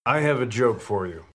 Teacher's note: at least he speaks in monotone